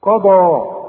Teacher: القاف والضاد مفخمين والمد كمان